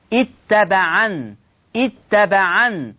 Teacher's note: هتحذف الياء يعني هقب بسكون النون